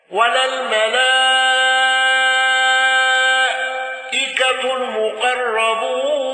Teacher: خلف عن حمزة بترك الغنة والإشباع